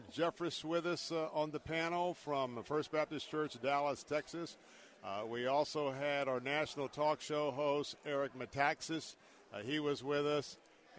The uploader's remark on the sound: broadcasting Live from the National Religious Broadcasters Convention in Orlando